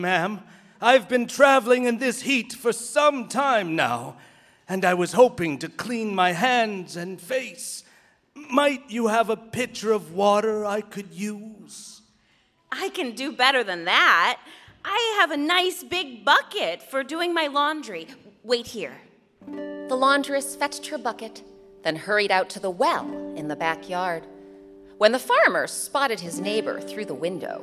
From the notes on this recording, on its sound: Recorded live at The Cowell Theater in San Francisco.